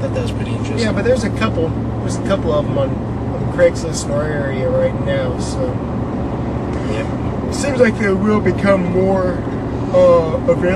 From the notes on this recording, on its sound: We Recorded this and the last episode while on our way to Cleetus And Cars.